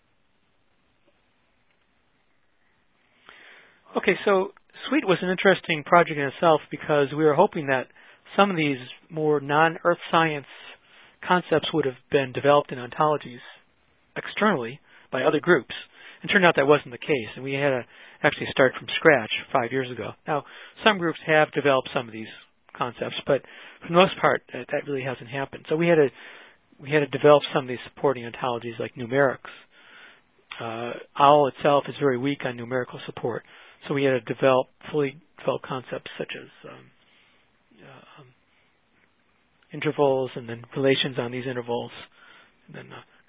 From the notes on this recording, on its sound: Was featured both as an augmented conference call and simultaneously on NASA's "SecondLife: Explorer Island" virtual world settings.